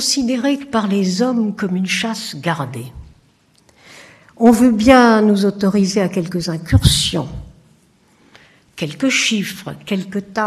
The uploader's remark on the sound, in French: Conférence inaugurale de l'édition 2004 des Rendez-vous de l'Histoire